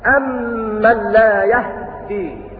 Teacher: قرأ بإسكان الهاء وتشديد الدال أمن لا يهدي، أمن لا يهدي بتقول الهاء وتشديد الدال، ولكن بخلف عنهما، والوجه الثاني لهما فتح الهاء وتشديد الدال أمن لا يهدي، ولهما أيضا وجه ثالث وهو اختلاس الفتحة أي فتحة الهاء هكذا.